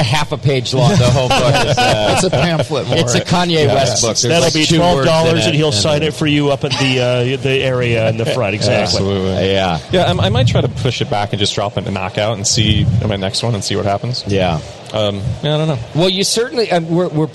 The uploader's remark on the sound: we record live from HomebrewCon in Providence, RI